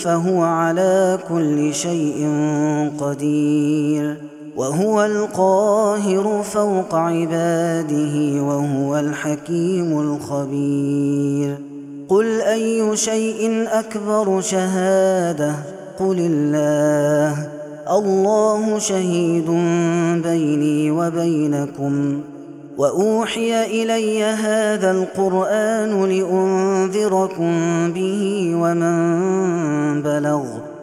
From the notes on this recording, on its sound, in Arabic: هذا التسجيل من صلاة التراويح. Ramadan 2021.